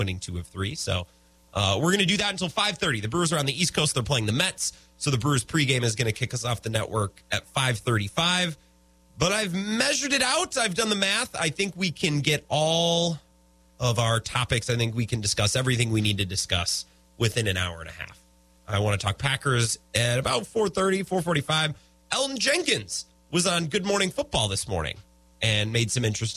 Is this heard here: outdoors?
no